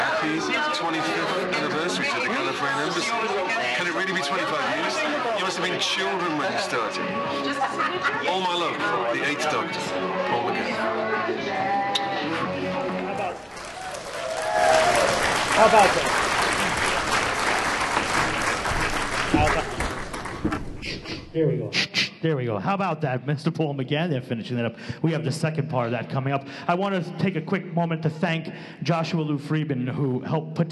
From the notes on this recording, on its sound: Doctor Who: Podshock Live Show recorded on stage at Gallifrey One's Catch 22: Islands of Mystery. In Los Angeles, California.